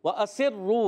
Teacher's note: سین کو باریک رکھیں گے، سیٹی والا حرف ہے